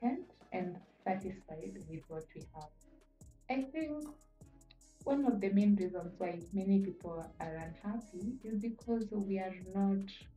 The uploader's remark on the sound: After listening back to this episode, I noticed a sound issue.